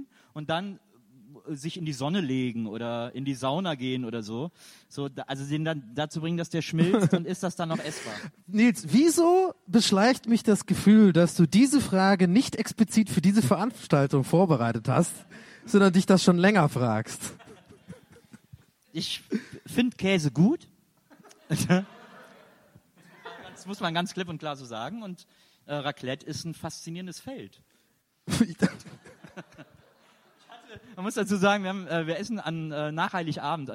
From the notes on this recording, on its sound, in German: Live #4 re:publica. Unsere Live-Session von der re:publica.